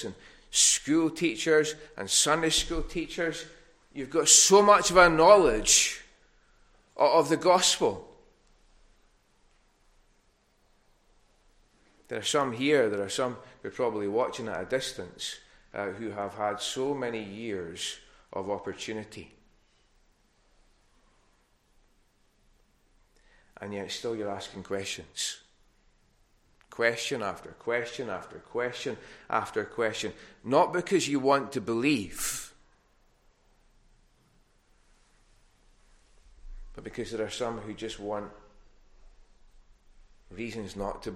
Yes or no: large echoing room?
yes